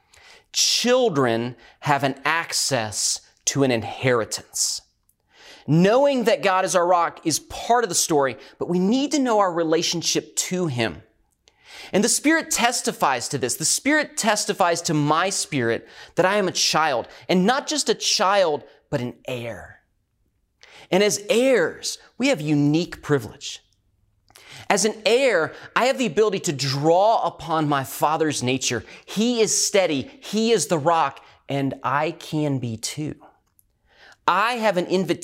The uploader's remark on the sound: recorded at Northlands Church on May 17, 2020